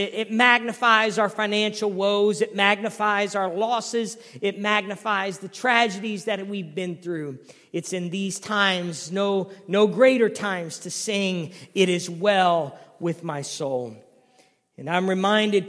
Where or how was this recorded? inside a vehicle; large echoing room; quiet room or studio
large echoing room